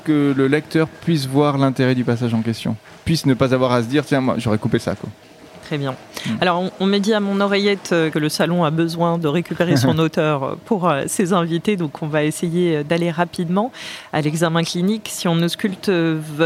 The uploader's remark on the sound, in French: Cet épisode a été enregistré au salon du roman historique de Levallois Perret les 2 et 3 juillet dernier.